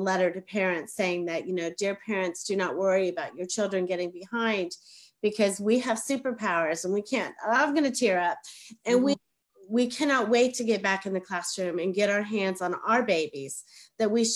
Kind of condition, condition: link, video call